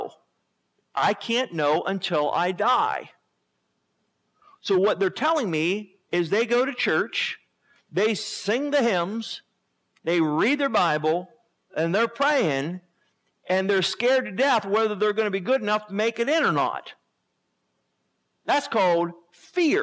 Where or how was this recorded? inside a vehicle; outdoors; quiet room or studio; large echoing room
large echoing room